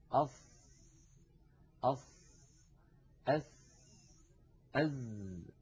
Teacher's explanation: نضع طرف لساننا يعني رأس اللسان عند الصفحة الداخلية للثنايا السفلى، للسنين الكبيرين اللذين في مقدمة الفم، هنا نضع رأس اللسان. · Term: أحرف الصفير